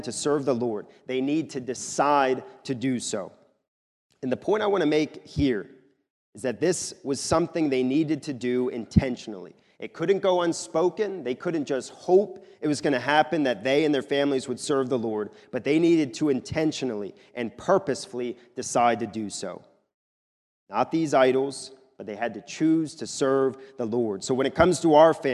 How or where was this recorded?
large echoing room